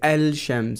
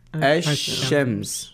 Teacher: when you add the definitive article, which is alif and lam, at the beginning of these letters, the lam is silent · Shown in: second take · and the word after, the letter after lam takes tashdeed. · Term: حروف الشمس